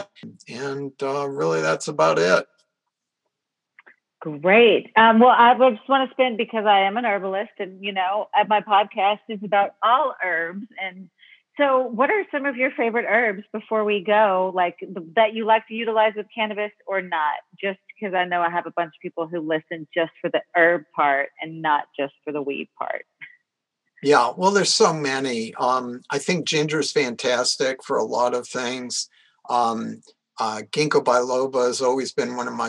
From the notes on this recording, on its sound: a phone interview